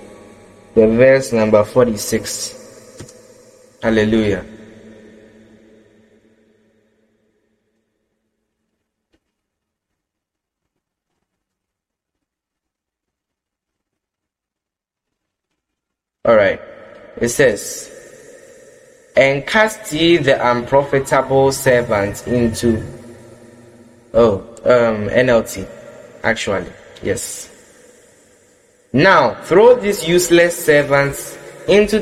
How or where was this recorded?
large echoing room